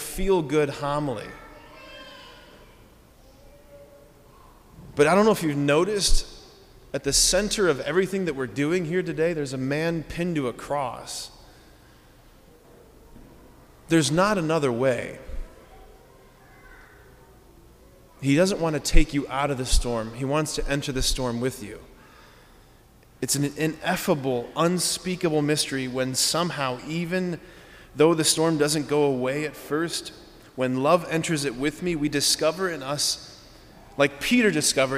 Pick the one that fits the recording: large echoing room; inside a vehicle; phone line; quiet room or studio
large echoing room